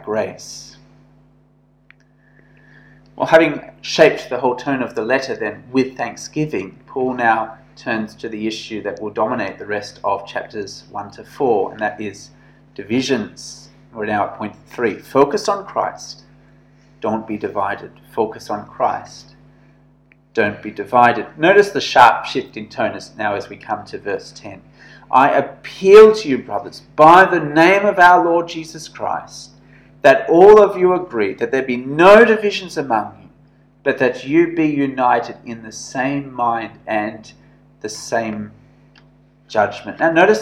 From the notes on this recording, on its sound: This sermon was preached at St George's Church, Penang on 11th August 2021.